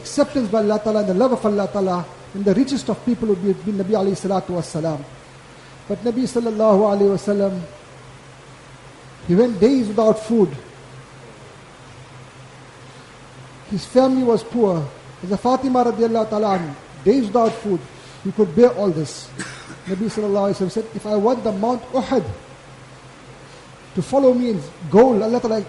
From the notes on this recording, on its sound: Jumuah lecture at Glenearn Road Masjid 13 January 2023